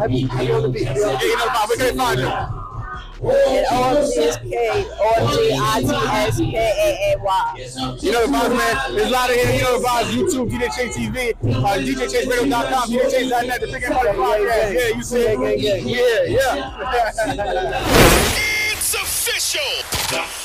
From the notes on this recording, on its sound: Is live at the Tunage Showcase. Allentown Pennsylvania.